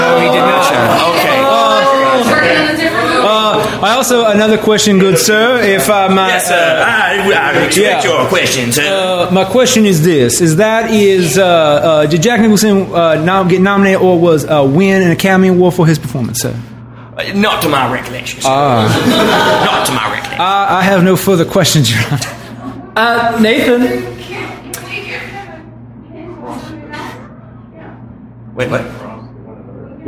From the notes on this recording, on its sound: Recorded at Packrat Comics in September of 2016